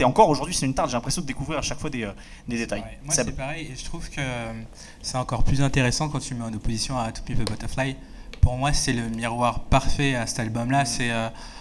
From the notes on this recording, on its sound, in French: Un podcast enregistré en public le 20 décembre 2022 à l’Union de la Jeunesse Internationale (75018).